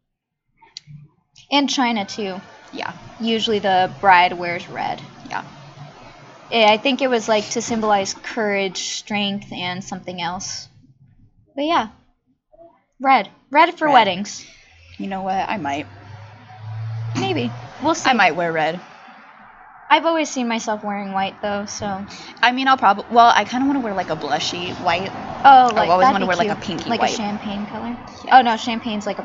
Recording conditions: background noise